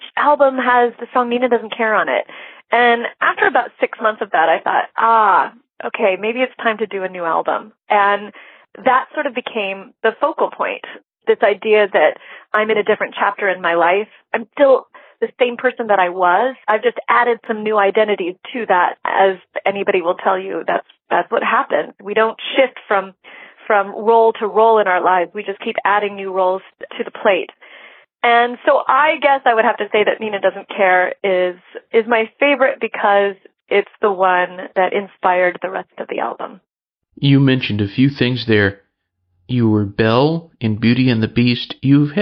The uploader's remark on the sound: This was a telephone interview, or as they say in the biz a phoner.